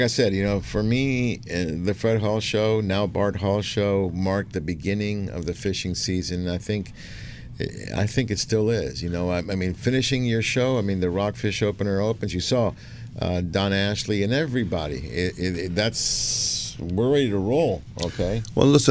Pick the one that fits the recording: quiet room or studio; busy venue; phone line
busy venue